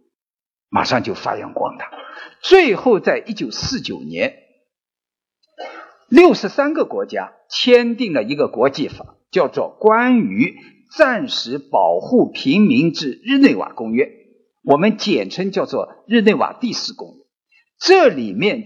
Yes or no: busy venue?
no